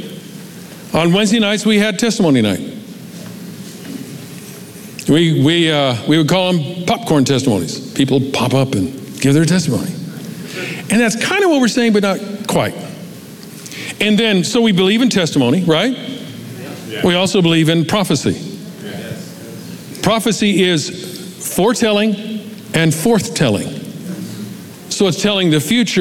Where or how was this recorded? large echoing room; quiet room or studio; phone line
large echoing room